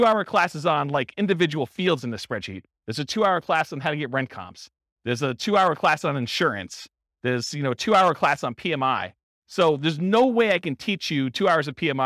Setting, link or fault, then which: setting, live audience